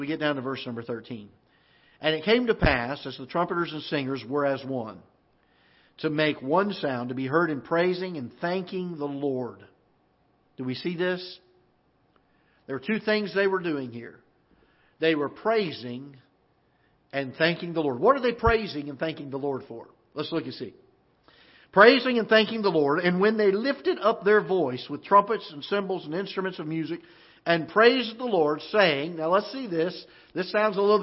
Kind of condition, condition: setting, large echoing room